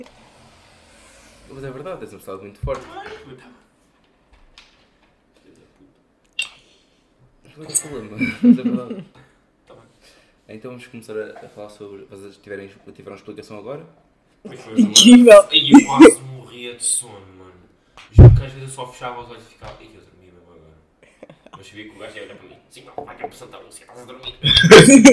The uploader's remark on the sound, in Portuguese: Choveu, contudo também esteve sol nesta gravação. O episódio tem estalos na gravação com o objetivo de colocar o ouvinte na pele de alguém da Ucrânia neste momento.